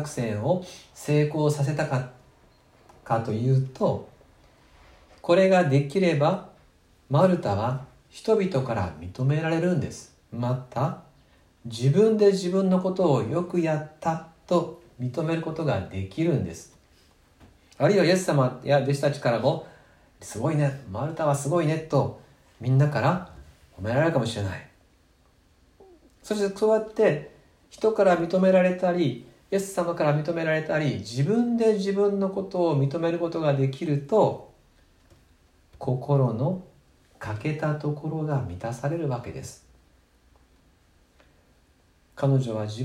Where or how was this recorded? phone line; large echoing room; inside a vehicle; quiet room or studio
large echoing room